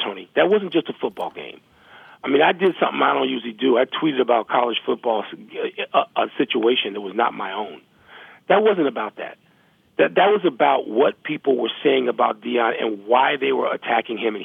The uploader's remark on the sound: Calls. Phones.